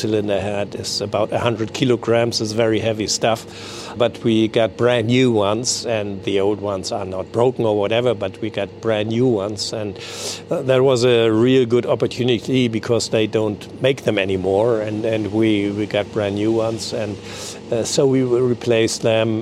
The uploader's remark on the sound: The DAGAMR AAEN has been in the "C.j.Skibs-og Bådebyggeri" shipyard in Egernsund/Denmark for a good week. Made themselves comfortable UNDER the Dagmar Aaen for the recording of this podcast episode.